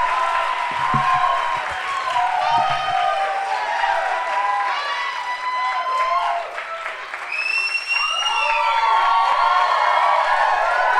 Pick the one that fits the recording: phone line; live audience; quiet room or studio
live audience